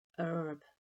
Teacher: where Americans omit the H sound and say herb